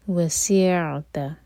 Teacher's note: عین ساکن پہ تھوڑا ٹائم دیں تاکہ جھٹکا نہ ہو